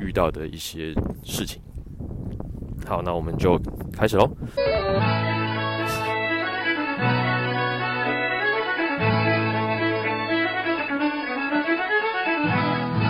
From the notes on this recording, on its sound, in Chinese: 散步聊天的單元。由於最近採取邊走邊聊的錄製形式，收音品質沒有室內那麼好，請聽者包涵。